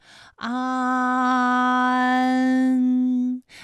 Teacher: 词语，咱们正好可以一起来对照看看。红藕香残玉簟秋，这句诗当中，你知道哪个字是前鼻音，哪个字是后鼻音吗？红和香，它们都是后鼻音，分别有后鼻韵母 ong 和 ang，蚕字呢是前鼻音，有前鼻韵母安。好，那么关于带安的前鼻韵母啊，我们再放到一起对照，再来看一看它们的发音要领。首先安发音的时候呢，起点元音是前低不圆唇元音啊，舌尖抵住下齿背，舌位降到最低，软腭上升，关闭鼻腔通路啊。那我们从前啊开始，舌面升高，舌面的前部抵住硬腭的前部，当两者将要接触的时候，软腭下降，打开鼻腔通路，紧接着舌面前部与硬腭的前部闭合，使在口腔受到阻碍的气流从鼻腔里透出，口型由开到合，舌位移动比较大。安，哎，我把这个过程当中啊给大家发的细一些，大家可以仔细听我的发音哈，从前啊开始，安，哎，我发的比较慢，那实际我们发安的时候呢，不用这样的慢哈，让你感受到啊到呢的一个变化，直接我们发出安就可以了。那最后这